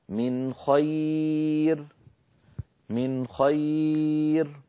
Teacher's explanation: مثال الحرف السادس والأخير من حروف الإظهار من خير، من خير، نون ساكنة بعدها خاء، لم أزد في زمني النون